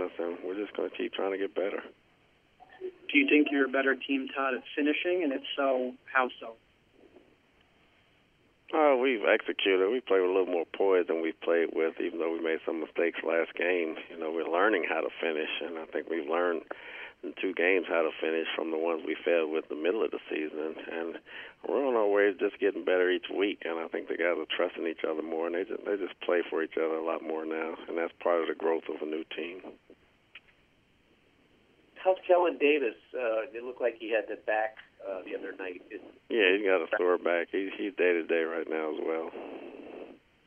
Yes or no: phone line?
yes